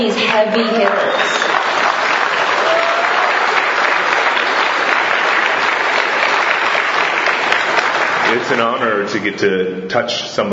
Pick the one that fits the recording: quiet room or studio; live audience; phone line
live audience